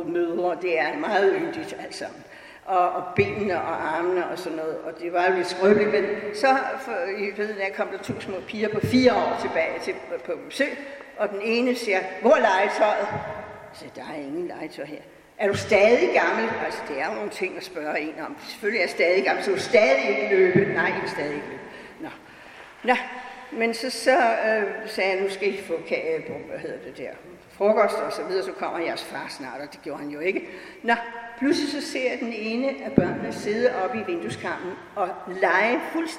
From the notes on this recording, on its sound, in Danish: Lyt med på denne live-optagelsen fra festivalåbningen, fredag den 6.8.2021 i Enghave Kirke på Vesterbro. Enghave Kirke har en overdådig akustik, og bliver ligefrem kaldt en "musikkirke", og det er ikke uden grund.